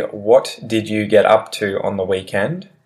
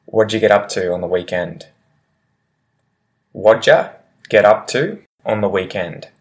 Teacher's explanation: when I want to say the word did in front of you, it often turns into ja · Shown in: second take · so the word ja.